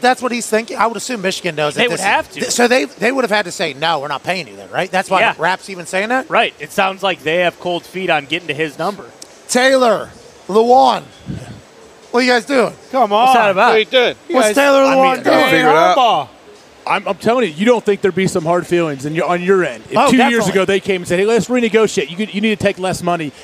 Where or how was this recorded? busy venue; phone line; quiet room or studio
busy venue